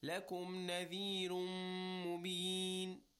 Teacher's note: The noon of the tanween of نَذِيرٌ and the meem of مُبِينٌ After the idgham, the noon is dropped, merged with the meem, and we give it a ghunna sound, right? A nasal sound and a little bit of a stretch. · Term: idgham of noon and meem